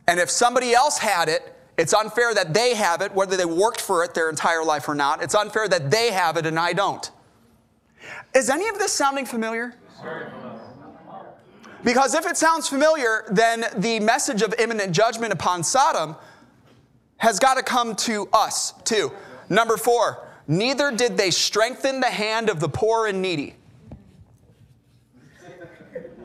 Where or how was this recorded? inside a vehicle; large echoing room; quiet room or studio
large echoing room